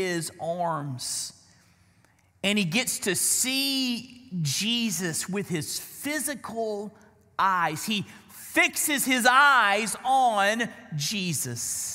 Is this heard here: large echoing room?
yes